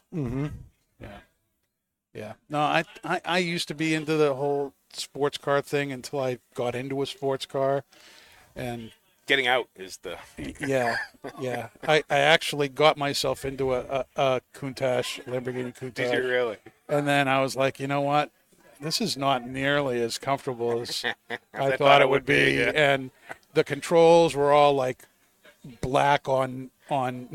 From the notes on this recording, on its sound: Recorded live from the 7-20-4 Lounge!